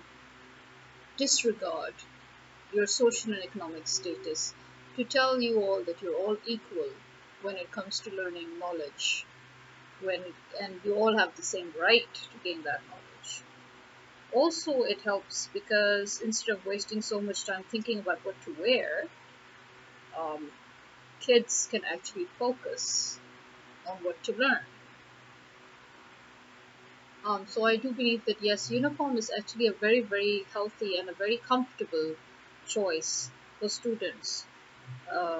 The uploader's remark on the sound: TOO HOT to put off the fan and too humid to keep the a/c on...thus the fan's background noise.